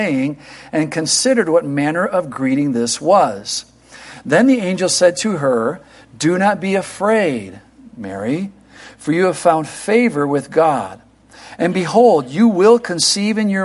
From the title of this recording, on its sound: Christmas Eve Morning Service 2023